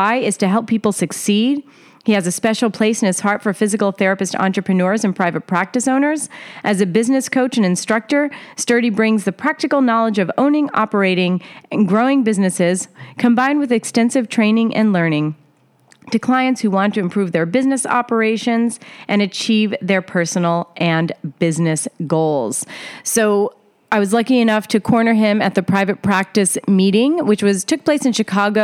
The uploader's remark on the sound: LIVE from the Net Health Event at the Private Practice Section Meeting in Chicago.